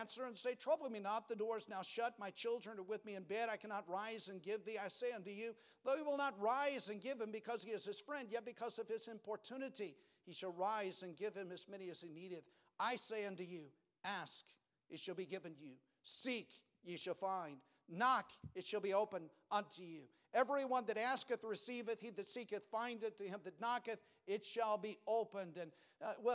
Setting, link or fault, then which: setting, large echoing room